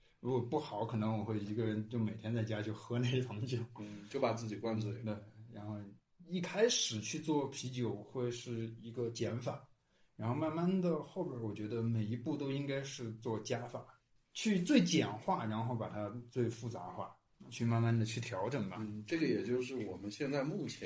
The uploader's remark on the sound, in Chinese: 第一期还很稚嫩，录音质量和交谈的内容节奏都有待越加努力精进。